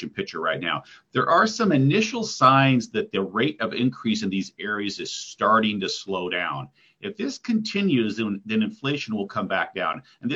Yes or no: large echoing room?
no